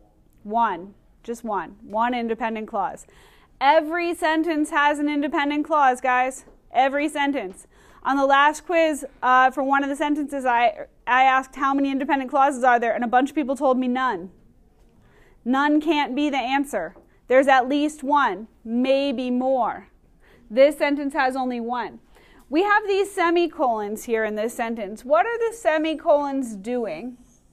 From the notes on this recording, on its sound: Recorded in class on 2/7/2020